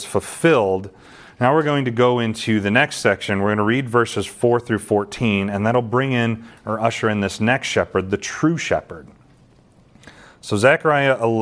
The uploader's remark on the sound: This sermon was delivered to the saints at Calvary Gospel in Ashton, MI on November 13, 2022.